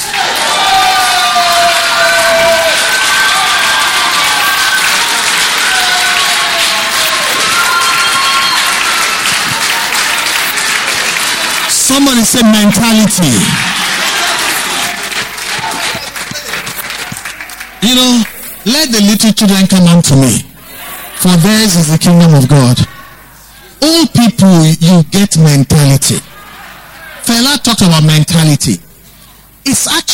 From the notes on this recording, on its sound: Recorded LIVE at our Wednesday Interactive Service on February 27, 2019